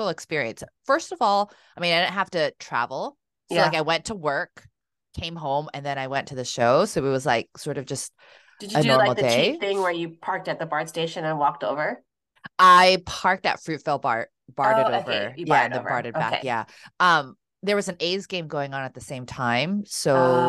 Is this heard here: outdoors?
no